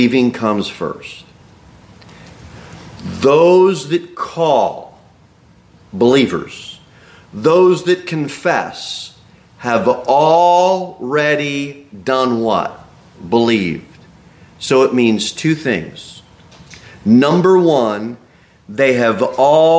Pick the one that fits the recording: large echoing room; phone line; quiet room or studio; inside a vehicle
large echoing room